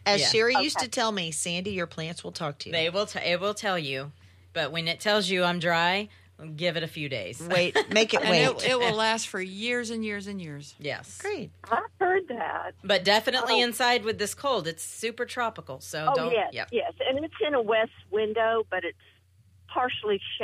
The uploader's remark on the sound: Take your calls. Heard live on SportsRadio 610.